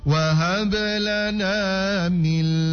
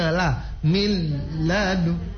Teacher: Dia langsung masuk ke huruf lam tanpa disertai dengung. · Shown in: second take · Term: idgham bila gunnah